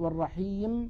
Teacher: فلا بد من بيان هذه الغنة الناقصة في النون والميم الساكنتين المظهرتين